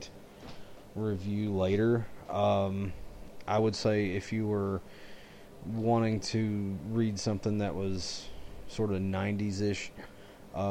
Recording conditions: uneven or low level